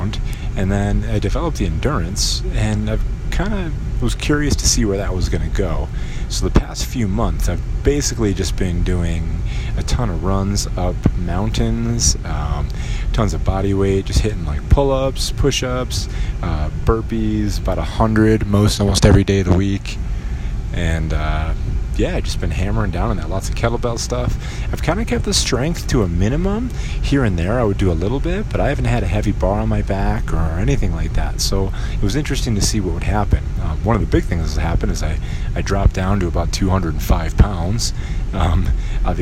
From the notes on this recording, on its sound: While I drive around town